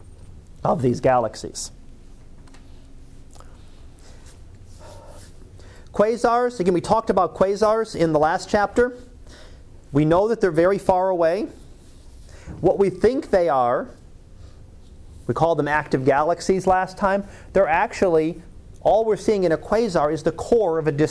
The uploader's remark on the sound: Live Class Lecture